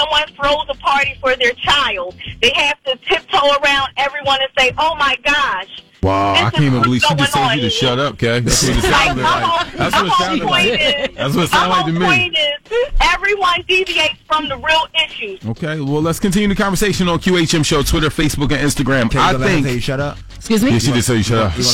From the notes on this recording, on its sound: we opened up the phone line